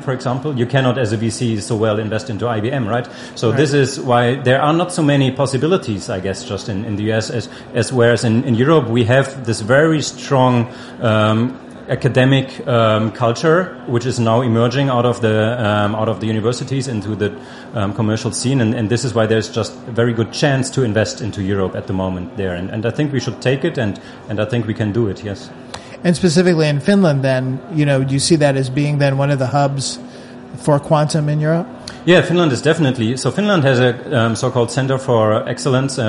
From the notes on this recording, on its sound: This is the latest in a series of conversations from the Slush conference in Helsinki.